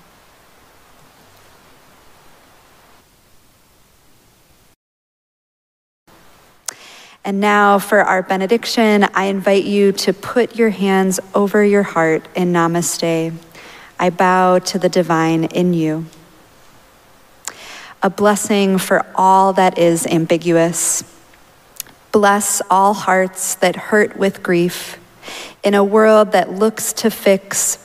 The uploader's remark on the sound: Recorded live at Arlington Street Church, Sunday, September 17, 2023.